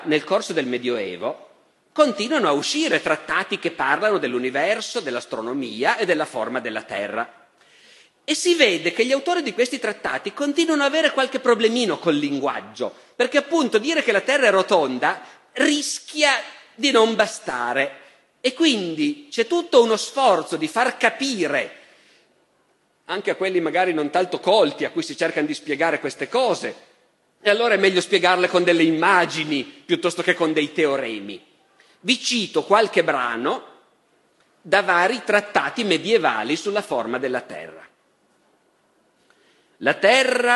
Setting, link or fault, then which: setting, live audience